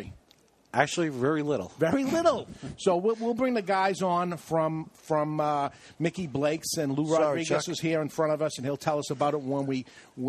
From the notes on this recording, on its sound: The Cigar Authority took the show on the road as we broadcasted live from Mickey Blake's in Southington, CT.